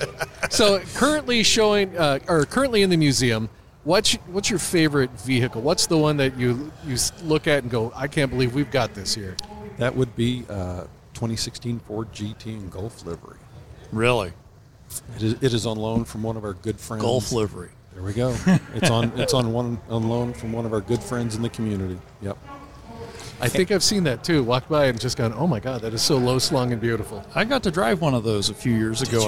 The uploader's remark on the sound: Live at Mecum Kansas City.